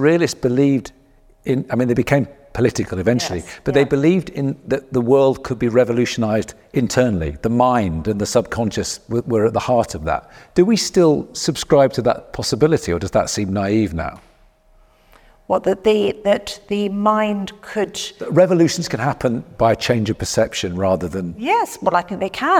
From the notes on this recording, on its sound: In this episode originally recorded at Sotheby’s in London.